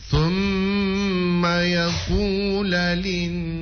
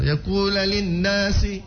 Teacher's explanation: Dia kasih dengung dulu, kasih gunnah. · Shown in: first take